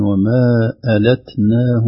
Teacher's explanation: ألتناهم همس خفيف التاء